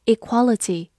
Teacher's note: 注意一下，重音放在了第二个音上，equality 就是名词平等